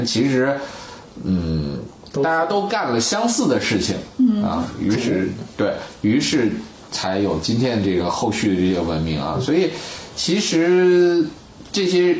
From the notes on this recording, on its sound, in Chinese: 本期节目在玉米实验室的办公区用录音笔录制，可能有街道上的杂音，请见谅。